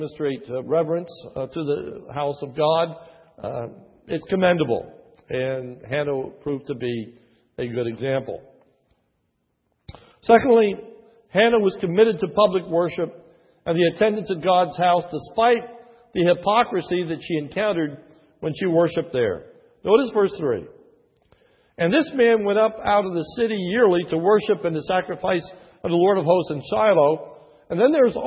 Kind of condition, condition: setting, large echoing room